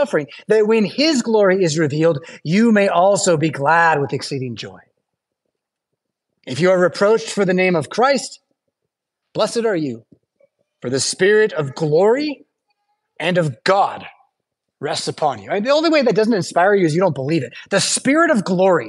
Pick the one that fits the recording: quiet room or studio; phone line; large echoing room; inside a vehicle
large echoing room